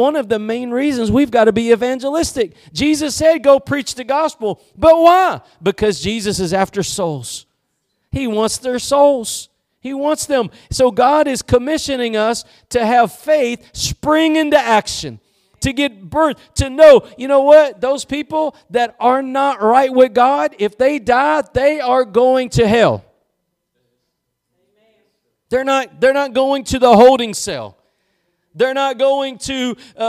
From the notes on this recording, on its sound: Preached at Gospel Lighthouse in Bossier City, La.